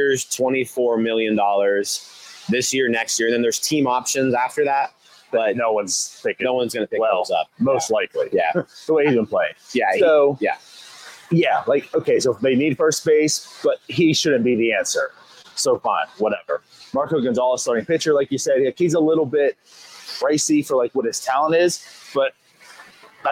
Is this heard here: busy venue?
yes